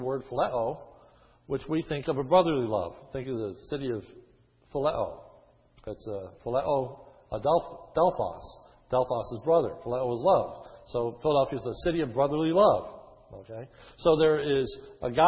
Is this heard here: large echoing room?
yes